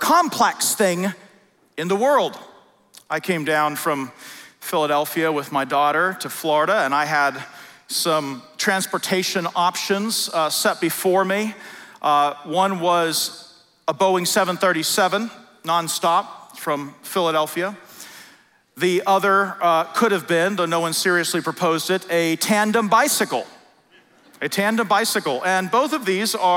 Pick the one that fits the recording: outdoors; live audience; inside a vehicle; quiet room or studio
live audience